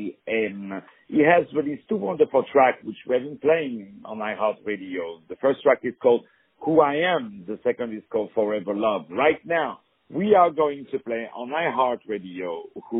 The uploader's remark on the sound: On the phone